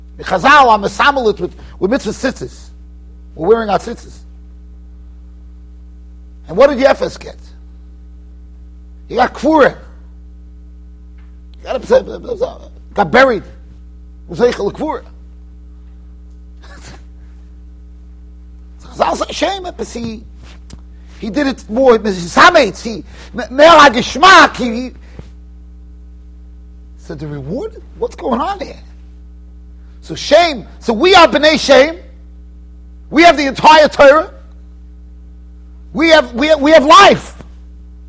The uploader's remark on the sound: Shiur recorded in Yeshivas Ohr Reuven, Monsey NY.